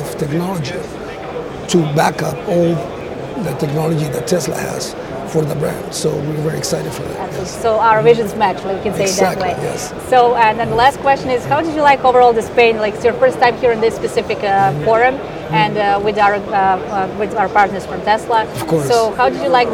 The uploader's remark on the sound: Recorded in the vibrant city of Madrid, amidst the buzz of the C&R International Air-Conditioning and Refrigeration Exhibition